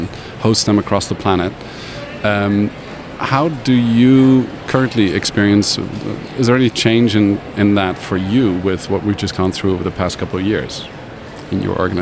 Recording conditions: busy venue